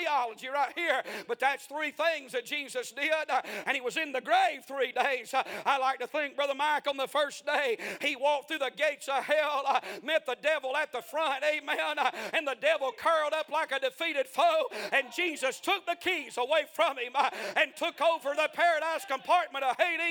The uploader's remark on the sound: A sermon preached On The 62nd Annual Homecoming Sunday Morning February 19, 2023.